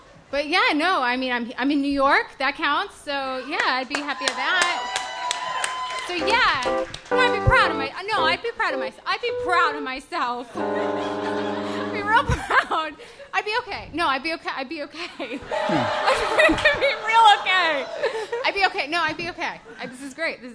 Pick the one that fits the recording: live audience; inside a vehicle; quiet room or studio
live audience